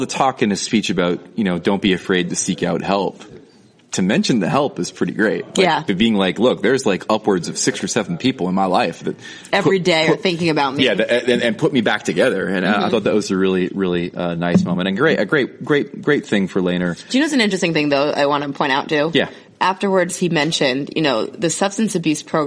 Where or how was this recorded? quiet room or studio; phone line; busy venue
busy venue